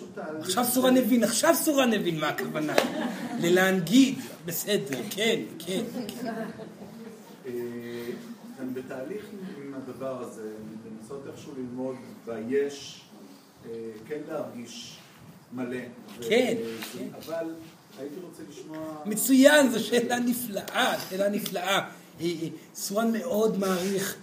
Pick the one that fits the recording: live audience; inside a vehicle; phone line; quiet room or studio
live audience